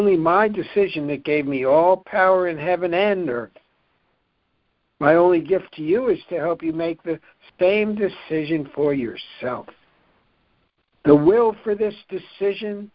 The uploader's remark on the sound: ACIM Daily Conference Call.